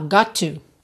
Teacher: percebe essa junção de got to, junta num T só, got to, ok?